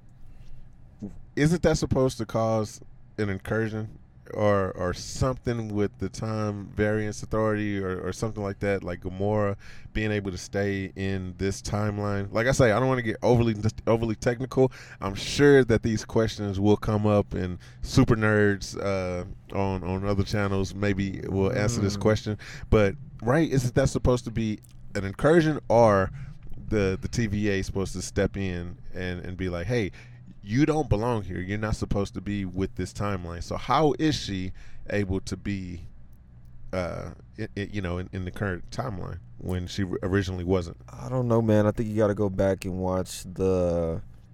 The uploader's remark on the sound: recorded our instant reaction in the car right outside the movie theater!